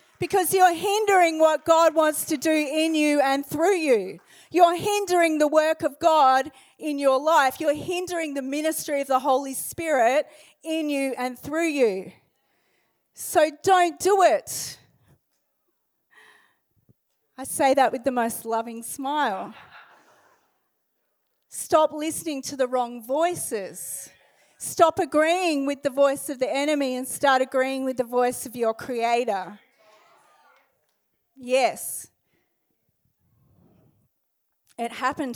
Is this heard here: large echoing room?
yes